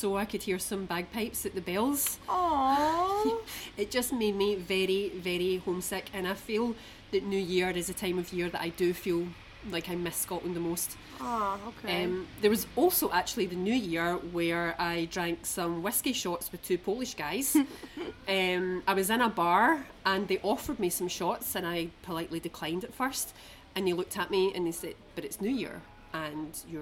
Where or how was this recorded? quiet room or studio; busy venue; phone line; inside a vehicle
busy venue